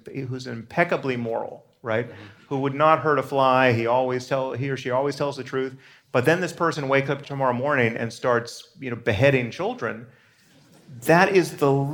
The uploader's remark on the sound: This conversation was recorded at New York City Center